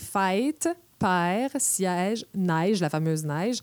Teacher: on a aussi nos fameuses voyelles longues